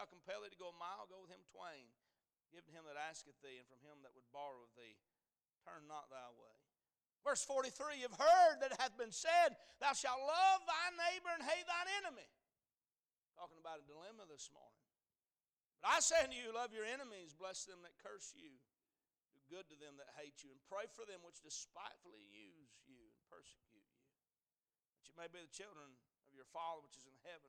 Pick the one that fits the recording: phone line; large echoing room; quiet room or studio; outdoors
large echoing room